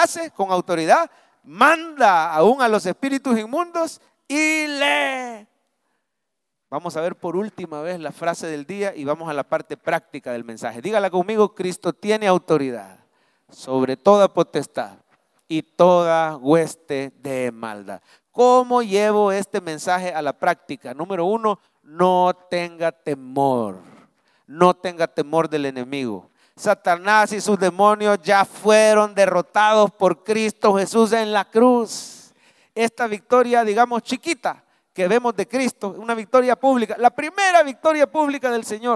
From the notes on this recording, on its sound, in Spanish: En vivo desde el Centro Familiar de Adoración CEFADCHURCH